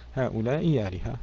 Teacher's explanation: يبدل الهمزة في كلمة آلهة ياء مفتوحة · Term: الإبدال